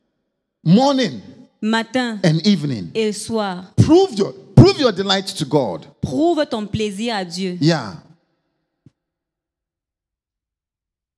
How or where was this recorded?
live audience